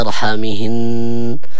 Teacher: النون المشددة كما نبهنا عليها كثيرا لابد من تطويل الغنة فيها